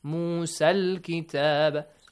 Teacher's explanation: So alif maqsura. The mad is changed to a short vowel sound, fatha.